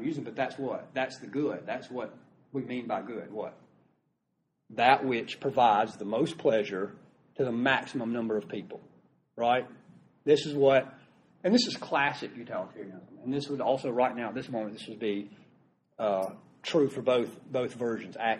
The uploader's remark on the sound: Recorded live during a class lecture.